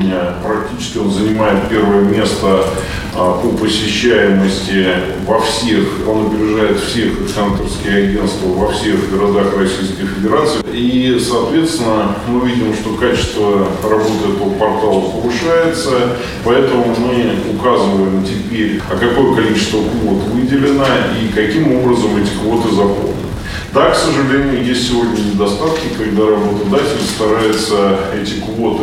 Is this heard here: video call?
no